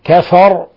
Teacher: ولاحظوا إخواني وأخواتي تفخيم الراء لأنها مفتوحة، وقفنا عليها وهي مفتوحة فتفخم الراء كفر.